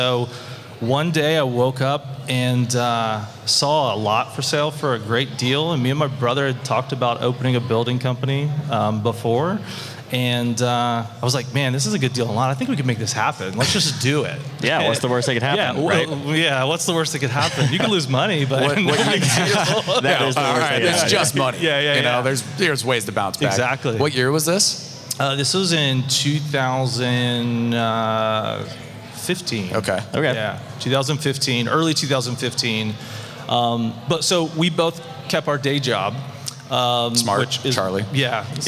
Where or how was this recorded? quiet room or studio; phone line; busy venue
busy venue